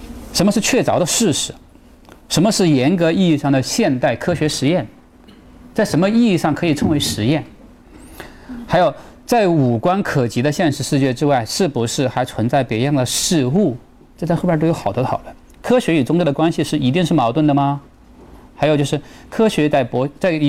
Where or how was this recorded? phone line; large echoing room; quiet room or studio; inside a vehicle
large echoing room